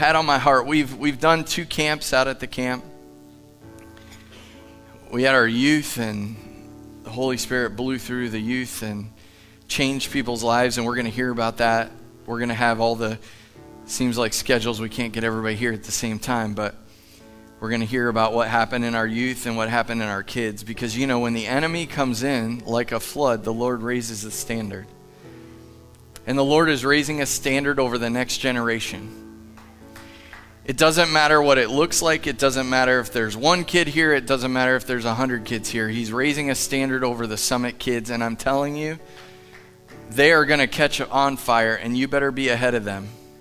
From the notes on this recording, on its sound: Live from The Summit Church in Dover, OH